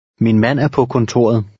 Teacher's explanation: The third and fourth words will run together.